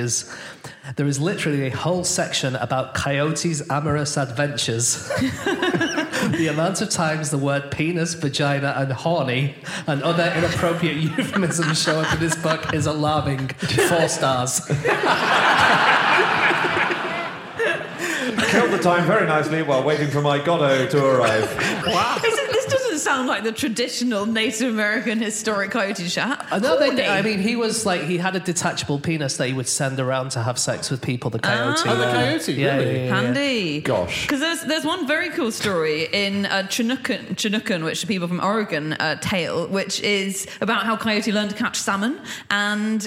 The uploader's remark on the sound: Live from Chesterfield.